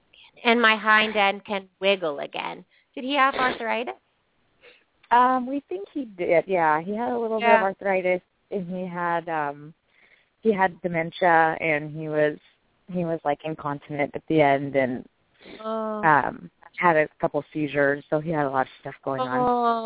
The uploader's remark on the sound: open up the lines for listeners to call